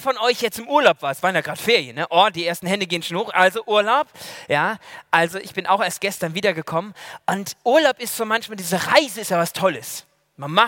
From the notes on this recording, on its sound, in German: aus dem Gottesdienst der Liebenzeller Mission